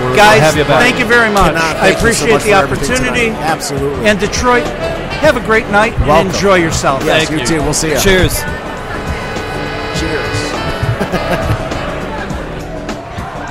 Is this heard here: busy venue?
yes